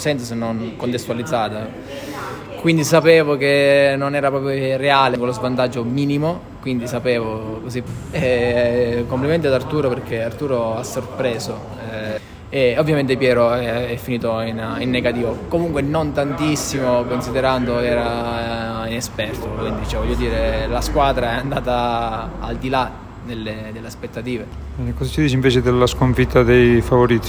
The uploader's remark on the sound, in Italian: con le registrazioni in presa diretta dal campo